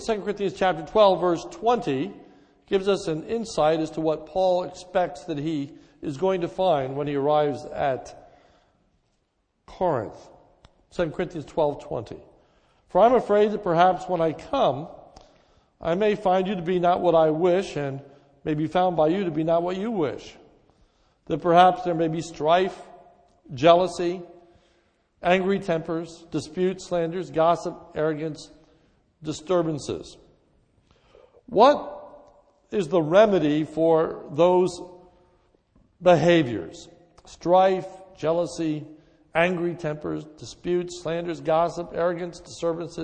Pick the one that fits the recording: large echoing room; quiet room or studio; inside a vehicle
large echoing room